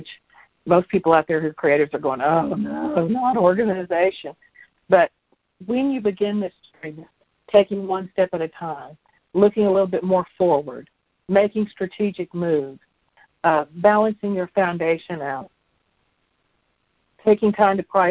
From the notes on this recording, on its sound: jumped on the phone